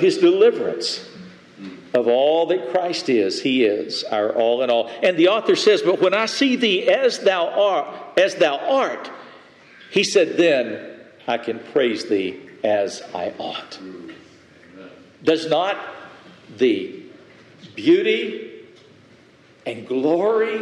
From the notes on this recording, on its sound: Message delivered Sunday, May 21, 2023 at Mt Carmel Primitive Baptist Church, Bel Air